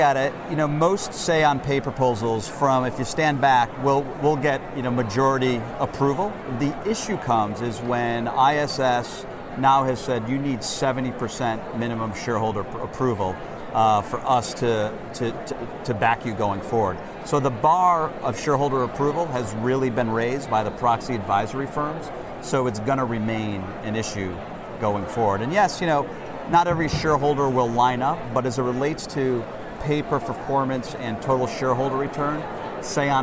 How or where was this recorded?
busy venue